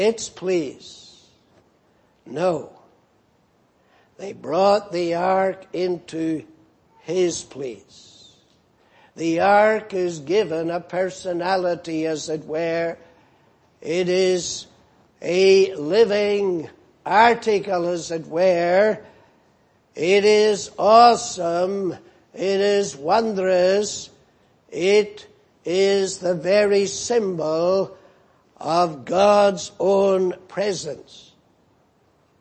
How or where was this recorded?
large echoing room